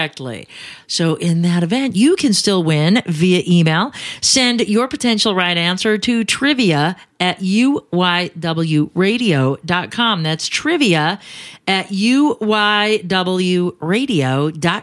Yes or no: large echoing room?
no